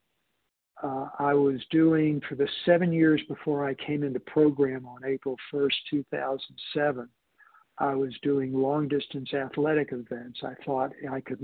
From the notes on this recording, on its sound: 100 Pounders Phone Meeting, 12/13/23